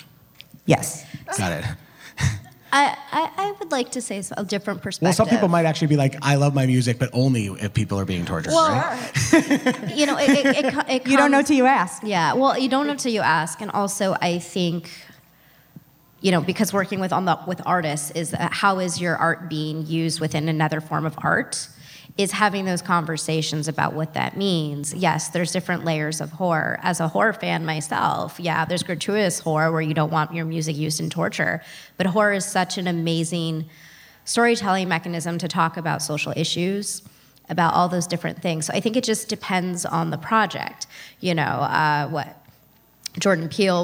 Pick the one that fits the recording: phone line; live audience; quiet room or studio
live audience